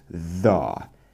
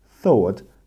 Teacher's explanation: And the, it's 100% the same sound. The. But it's voiced. The. And thought is unvoiced. The. Thought.